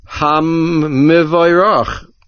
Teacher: doubling and strengthening the mem, implementing the din of dagesh chazak